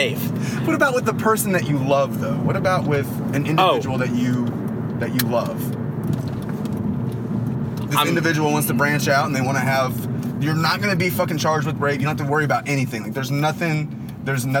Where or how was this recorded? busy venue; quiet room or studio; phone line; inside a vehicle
inside a vehicle